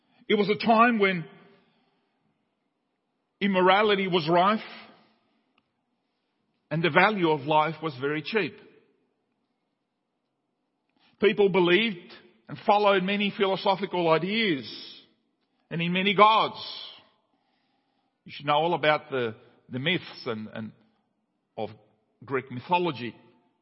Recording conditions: large echoing room